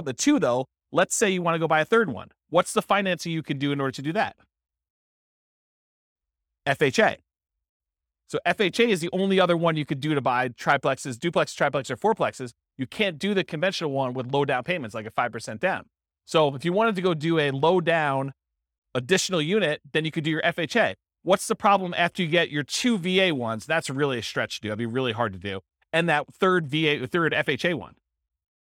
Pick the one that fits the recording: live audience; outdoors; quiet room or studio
live audience